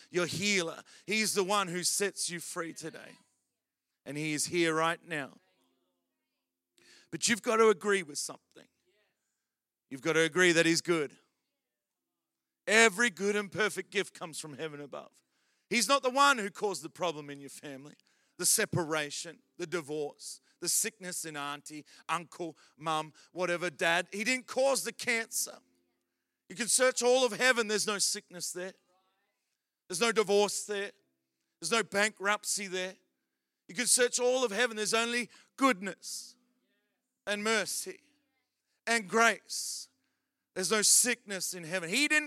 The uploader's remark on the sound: Recorded during our Melbourne East service on Sunday, the 29nd of October 2023.